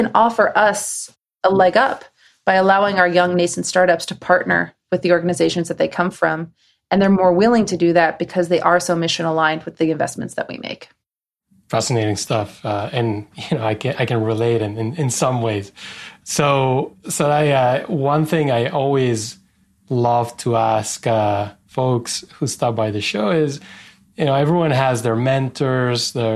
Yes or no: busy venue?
no